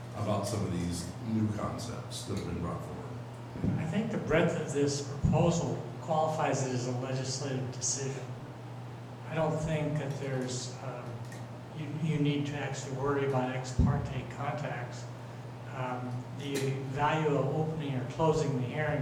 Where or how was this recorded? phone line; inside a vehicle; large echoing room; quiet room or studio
large echoing room